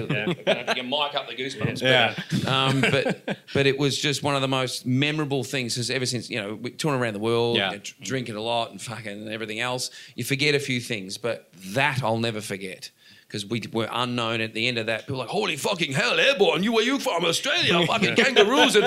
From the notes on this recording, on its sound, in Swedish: Rockflödet är på plats igen på Sweden Rock Festival och täcker festivalen.